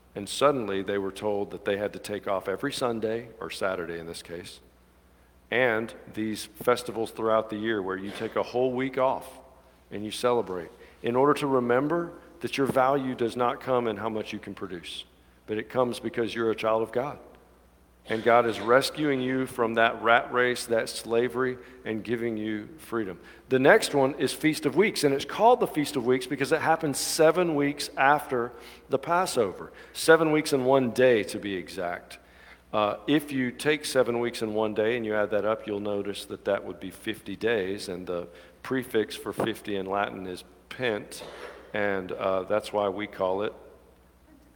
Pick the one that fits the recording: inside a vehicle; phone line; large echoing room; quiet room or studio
large echoing room